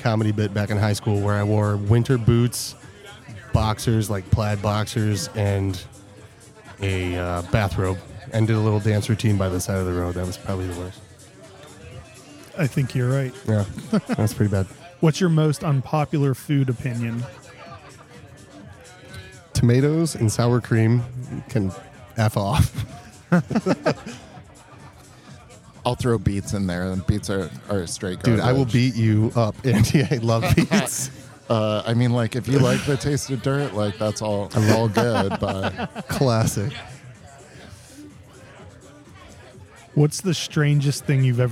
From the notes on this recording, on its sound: Stupid Questions at Luau 2023. For this episode we headed up to Rochester, NY for the Mortalis Brewing Company and Swiftwater Brewing Luau beer festival to record asking stupid questions at the brewer's party.